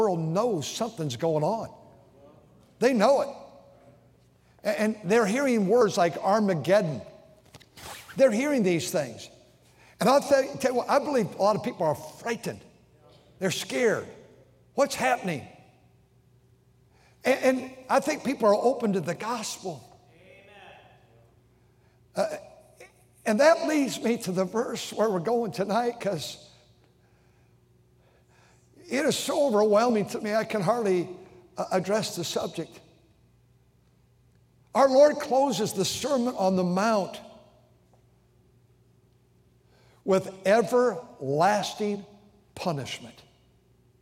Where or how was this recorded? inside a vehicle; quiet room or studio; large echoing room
large echoing room